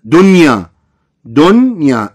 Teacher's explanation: النون ساكنة وبعدها ياء ولكن تظهر ما تدغم · Term: إظهار مطلق